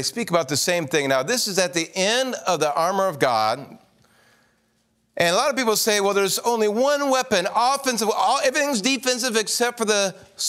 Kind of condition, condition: setting, large echoing room